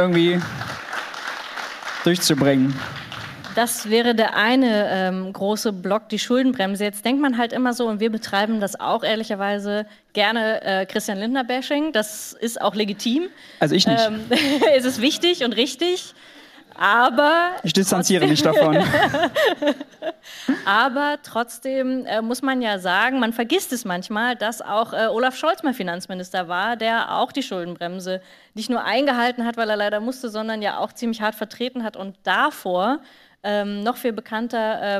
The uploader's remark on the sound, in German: Aufnahme von der Buchvorstellung zu “GENUG!”.